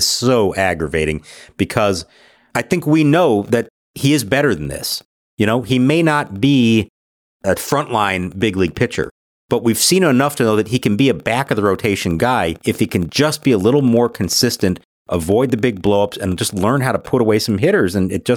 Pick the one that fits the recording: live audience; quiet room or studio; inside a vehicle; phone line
quiet room or studio